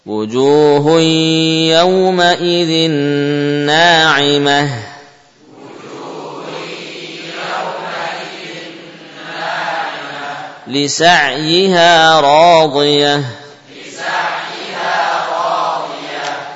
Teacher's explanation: Bila diakhiri dengan ta' marbutah, maka waqafnya dengan apa? Dengan membacanya hak sukun.